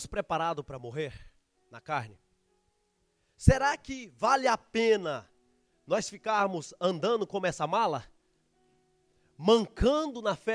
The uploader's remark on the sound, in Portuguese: Gravado no nosso culto de jovens, Gerados Night.